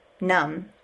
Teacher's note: numb is pronounced without the B sound